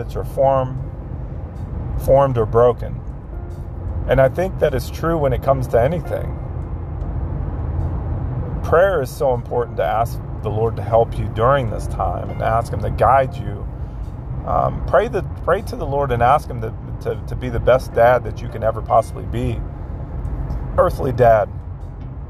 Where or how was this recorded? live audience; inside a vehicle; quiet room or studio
inside a vehicle